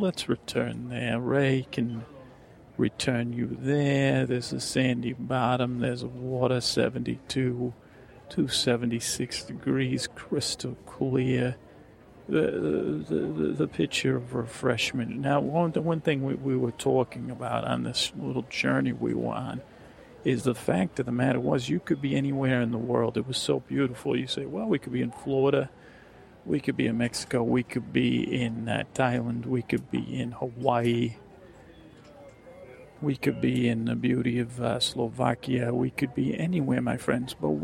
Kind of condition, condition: setting, busy venue